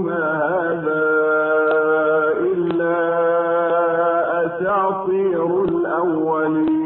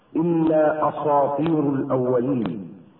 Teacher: لا ينبغي للقارئ أن يترك الطاء تعتدي بتفخيمها على السين المرققة قبلها · Shown in: first take · ويقول مثلا إلا أساطير الأولين فيقلب السين صادا.